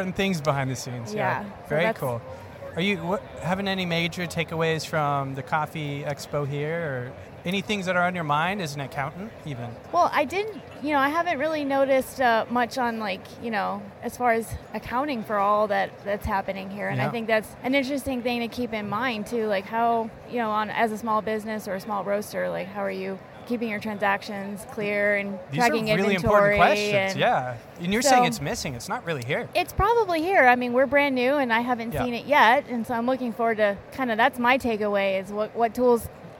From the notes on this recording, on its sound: This is part II of speaking with guests from the SCA Expo in Boston 2022. A live recording from an event.